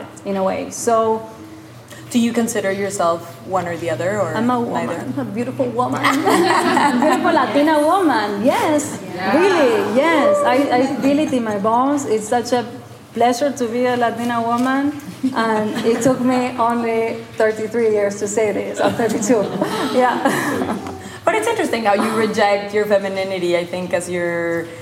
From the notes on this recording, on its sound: Currently on show at Faena Art Project Room in Miami, where this episode was recorded to a live audience.